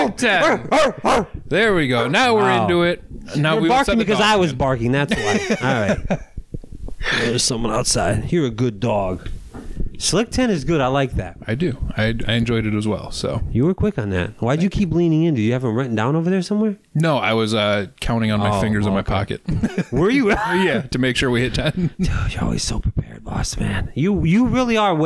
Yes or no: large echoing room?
no